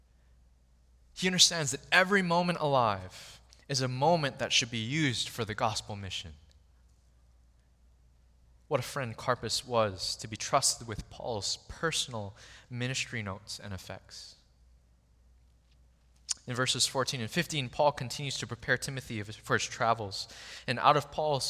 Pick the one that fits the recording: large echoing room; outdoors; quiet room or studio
large echoing room